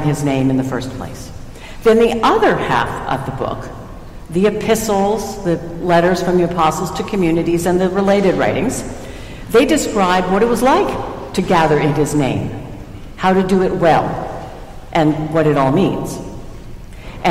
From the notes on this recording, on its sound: Recorded at Trinity Church, Princeton NJ